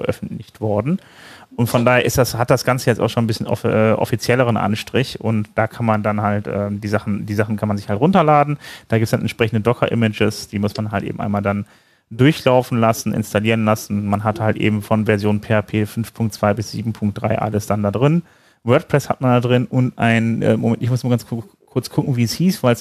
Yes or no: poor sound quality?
no